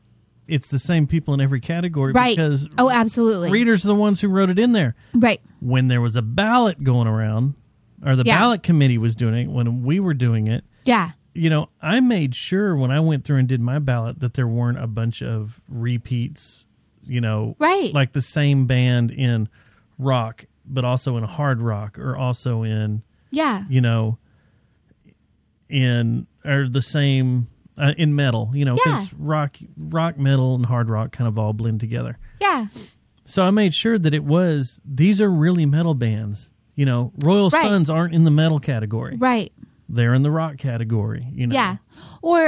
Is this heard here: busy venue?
no